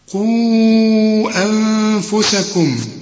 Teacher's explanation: ده المد المنفصل ولازم تمد أربع حركات كما تعودنا